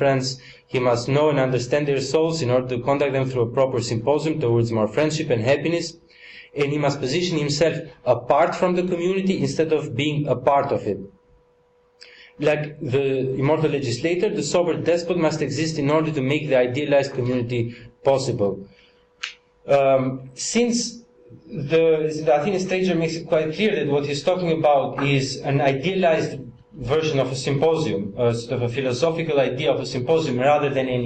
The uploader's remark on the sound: Part of the Politics in Strange Places conference held n Oxford University, September 2010.